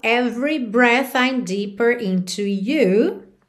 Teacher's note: o E do meio da palavra every não é pronunciado